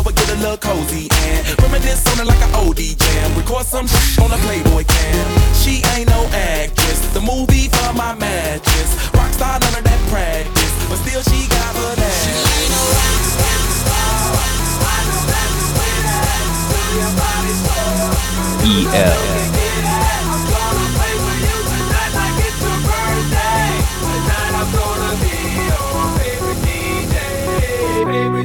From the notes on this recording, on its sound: live in the mix at Asylum Cafe…Downtown Hartford, CT